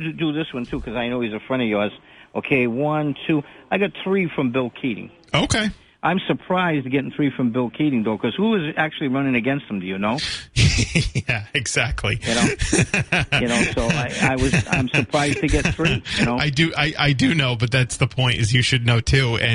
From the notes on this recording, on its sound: takes calls from the audience